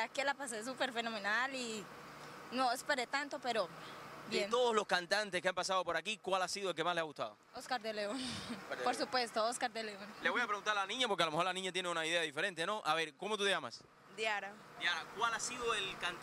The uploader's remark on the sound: ON THE STREET. LATIN GRAMMY STREET PARTIES 2013.